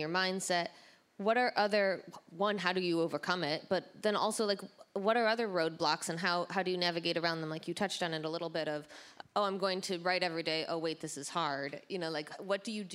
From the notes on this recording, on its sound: LIVE from FCNY 2019. Recorded live at the Fast Company Innovation Festival.